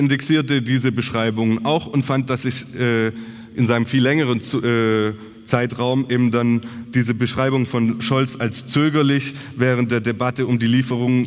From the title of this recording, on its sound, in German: Kongress der Informationsstelle Militarisierung Tübingen 2023